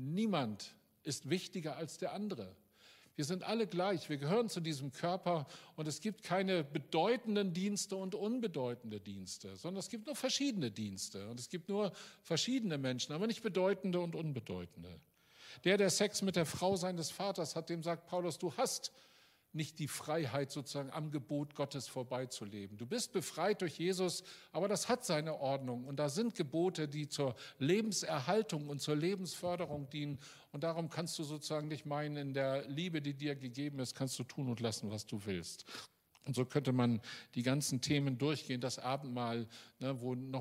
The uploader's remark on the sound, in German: Aufzeichnung der Predigt des Gottesdienstes.